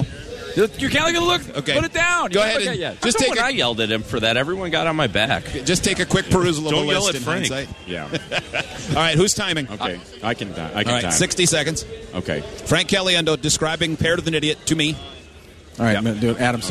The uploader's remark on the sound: Broadcasting live from Radio Row at the Super Bowl. This time, we are in Phoenix for Super Bowl XLIX.